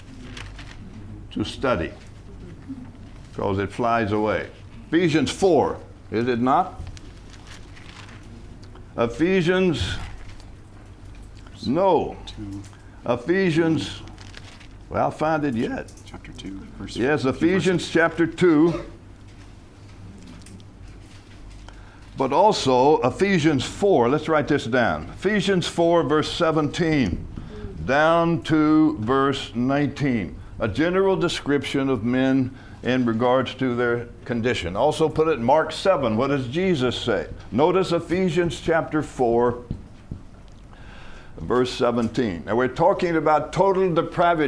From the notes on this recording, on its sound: From the HeartCry Asia Conference 2023.